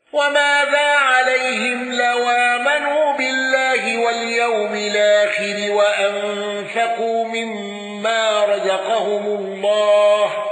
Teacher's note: قالون بسكون ميم الجمع واندرج معه من اندرج